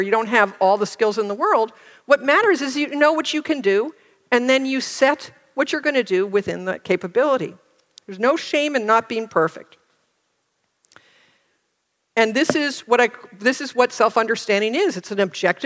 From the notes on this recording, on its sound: Recorded at OCON on Saturday, July 1, 2023, in Miami, Florida.